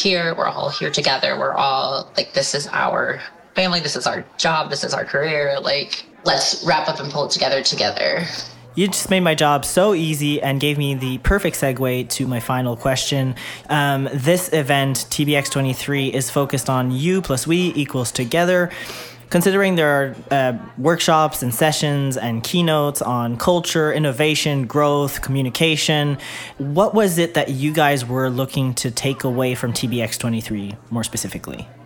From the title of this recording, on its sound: Live From Strategies TBX23